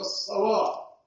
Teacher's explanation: فخم الصاد ويفخم اللام